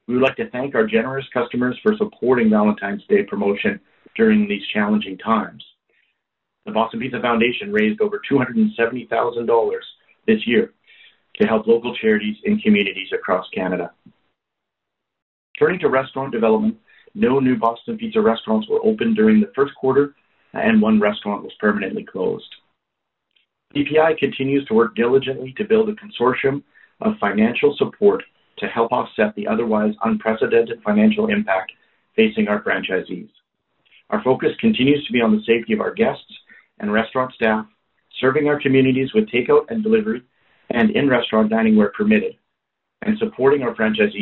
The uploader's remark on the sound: First quarter 2021 earnings call for Boston Pizza Fund.